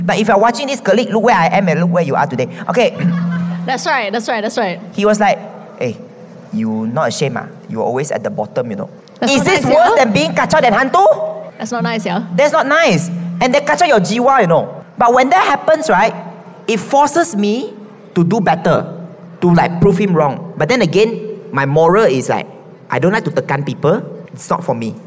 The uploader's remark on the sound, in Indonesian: Secara LIVE di Youth Empowerment Fair 2024